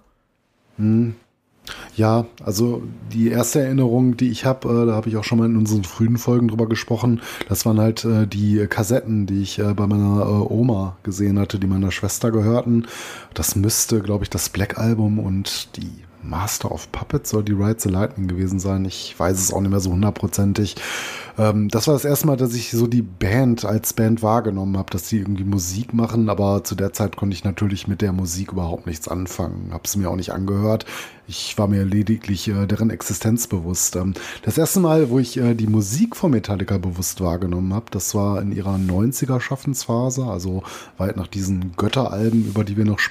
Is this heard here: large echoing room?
no